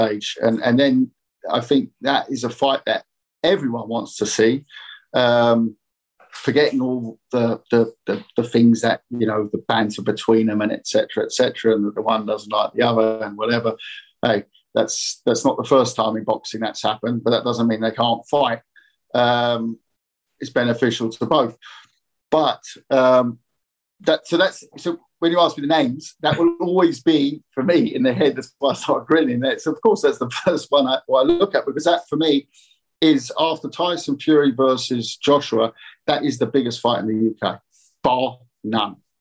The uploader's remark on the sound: VIA ZOOM